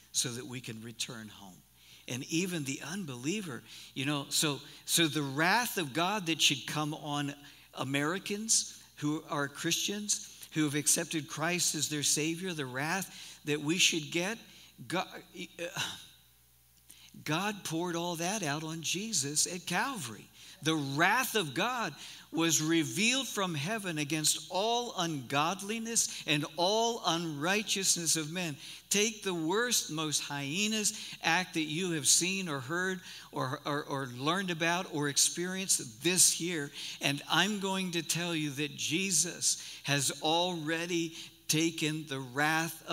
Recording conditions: large echoing room